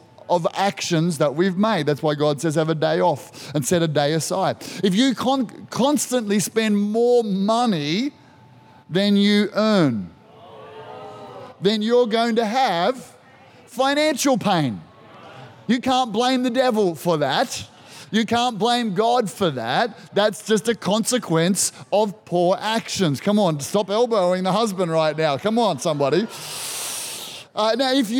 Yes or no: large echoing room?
yes